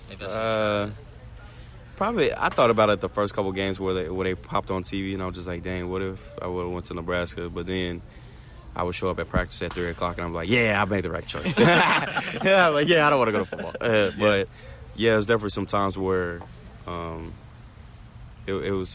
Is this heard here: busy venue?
yes